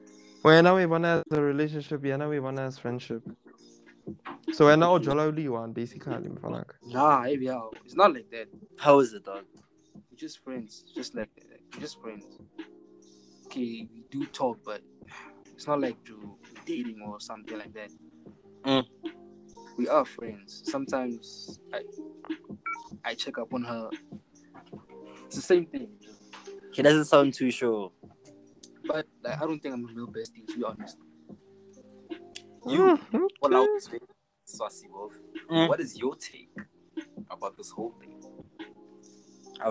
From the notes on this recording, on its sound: Keeps breathing close to the mic. We humbly apologize for the technical issues.